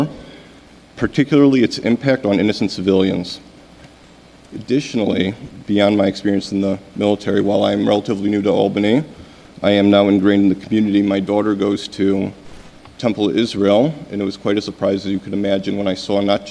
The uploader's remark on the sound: Albany Common Council Ceasefire Resolution-Public Comment. Supporters rallied outside City Hall and then filled the meeting hall.